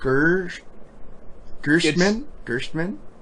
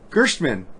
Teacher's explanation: it's more of an sh sound that you give in, instead of a t. · Shown in: first take